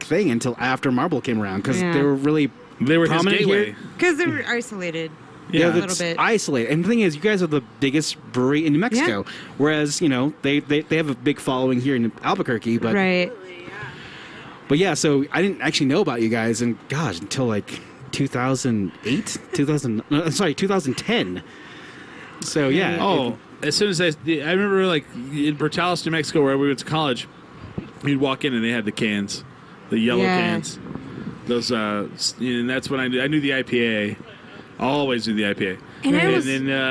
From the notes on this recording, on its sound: We come back to you live from the Santa Fe Brewing Taproom at the Green Jeans Farmery hour number 2.